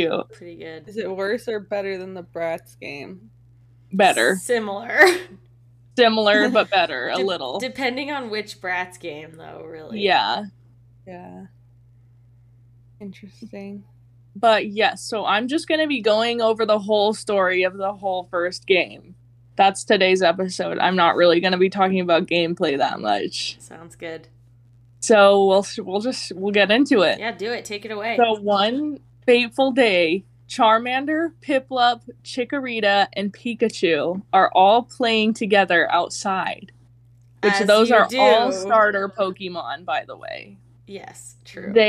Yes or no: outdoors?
no